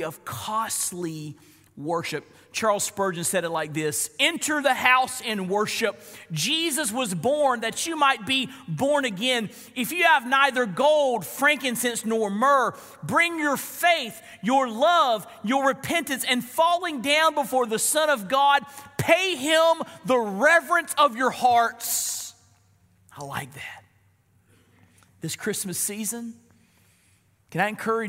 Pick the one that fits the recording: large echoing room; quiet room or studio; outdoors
large echoing room